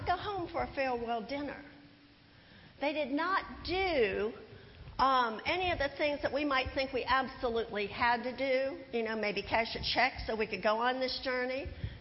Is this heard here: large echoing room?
yes